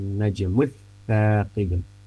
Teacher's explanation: lam sukunnya itu tidak dibaca dengan jelas, justru lam sukunnya melebur ke huruf ta, itu nempel ke huruf ta, tidak dibaca al apa najmul taqibu tapi najmus taqibu, artinya kan berarti lam sukunnya itu melebur ke huruf ta, langsung nempel ke huruf ta itu. · Term: idgham syamsiyah